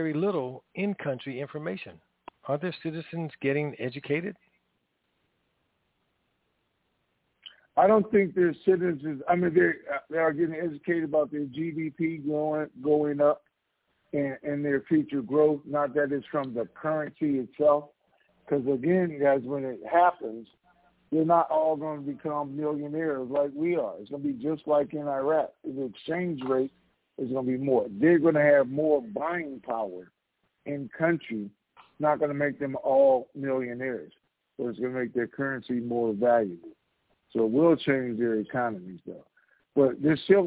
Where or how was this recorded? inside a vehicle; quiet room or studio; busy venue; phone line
phone line